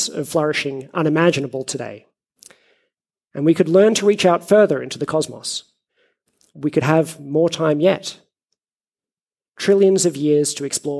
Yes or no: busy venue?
no